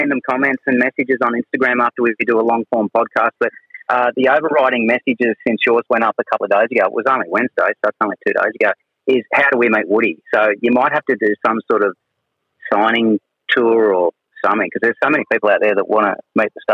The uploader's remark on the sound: Back in the shed. Phones in from Vancouver.